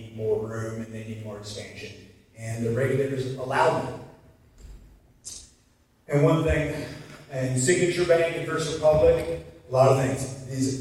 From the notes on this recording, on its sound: excerpts from his keynote speech at this year's FSPA Conference